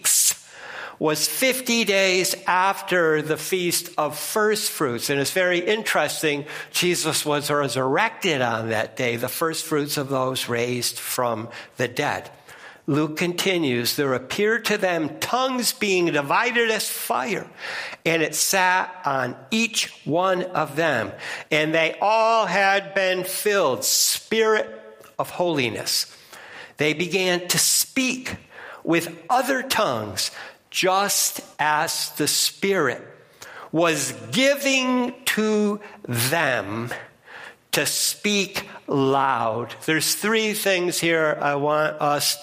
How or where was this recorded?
large echoing room